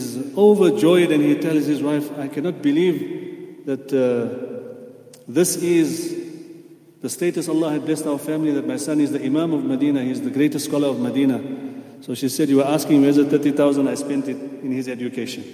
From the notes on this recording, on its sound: at the houghton Houghton masjid